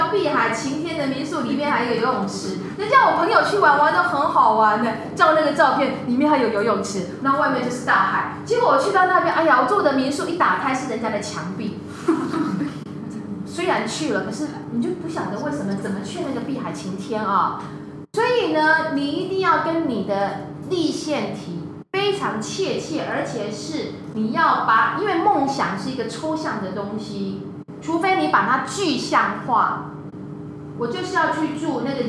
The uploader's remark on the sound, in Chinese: 也許錄音的品質不是最好的，請多多包容，但還是願與你分享。